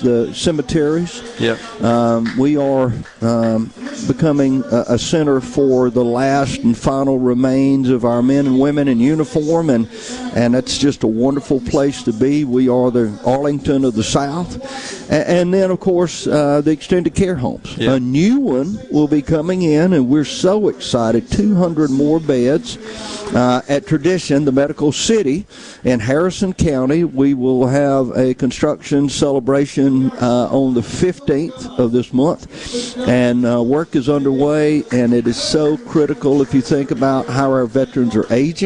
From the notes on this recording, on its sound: LIVE from Providence Hill Farm for a fundraising sporting clay competition to raise money for the Friends of Mississippi Veterans.